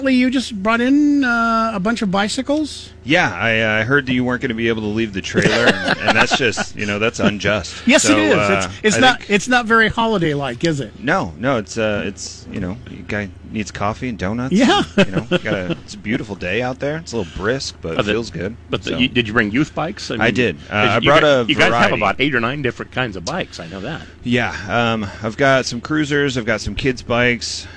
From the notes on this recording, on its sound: LIVE from the TOY DRIVE.